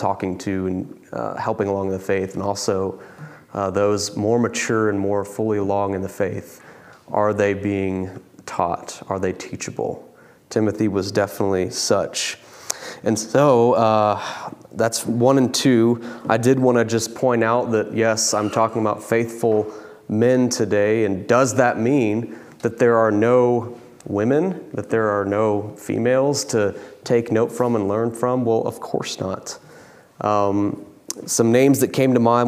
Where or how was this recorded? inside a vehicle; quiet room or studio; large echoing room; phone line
large echoing room